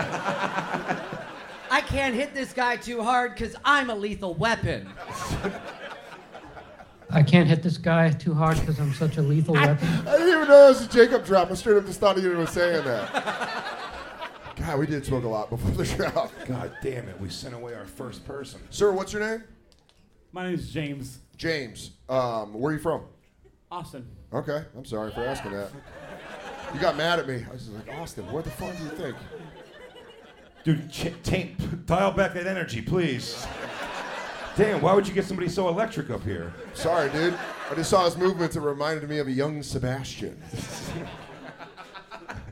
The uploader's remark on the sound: Live From the Moontower Comedy Festival in Austin, Texas